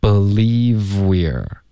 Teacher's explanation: I cannot believe 的这个 v 跟后面 we are 的这个 w 音连发